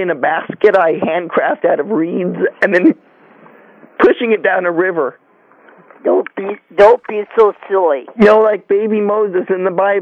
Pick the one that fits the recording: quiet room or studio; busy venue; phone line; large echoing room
phone line